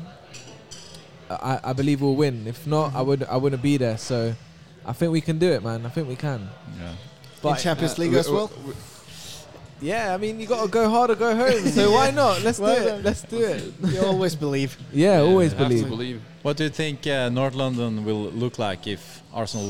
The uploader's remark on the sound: We sit down with the die hard supporter at Tollington Pub.